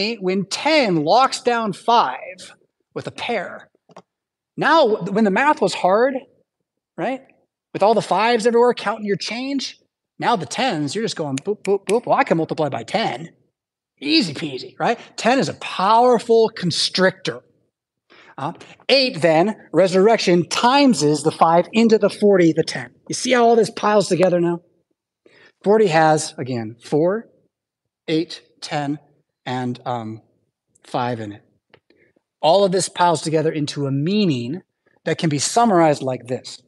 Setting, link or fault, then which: setting, large echoing room